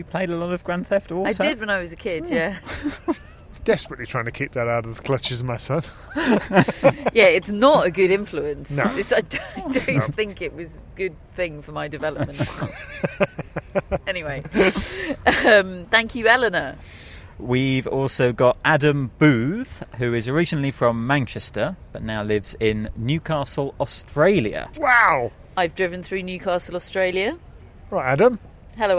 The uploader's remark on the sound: Live from Wimbledon